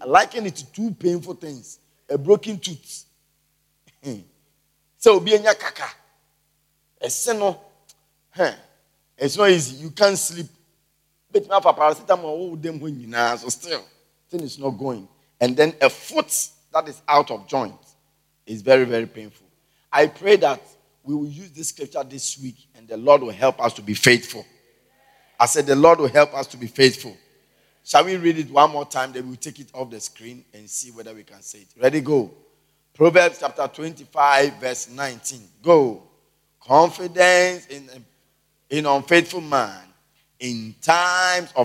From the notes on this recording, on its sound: Preached at the Everlasting Father Cathedral